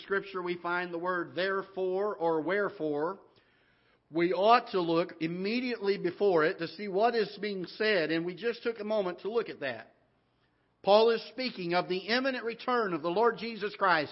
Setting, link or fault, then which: setting, large echoing room